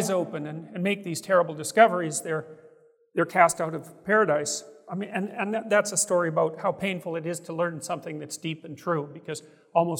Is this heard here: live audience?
yes